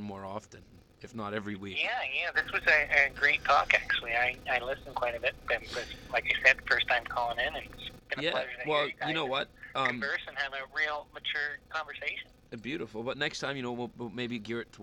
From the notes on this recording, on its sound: Joined over the phone.